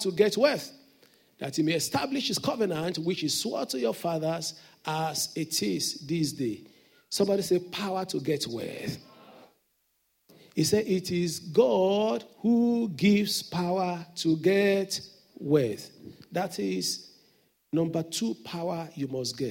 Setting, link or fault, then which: setting, large echoing room